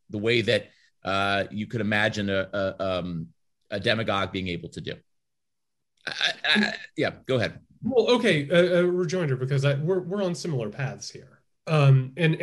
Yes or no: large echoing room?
no